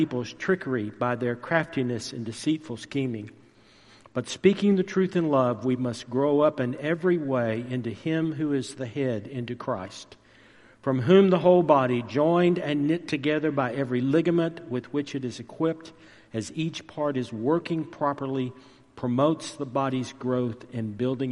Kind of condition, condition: setting, large echoing room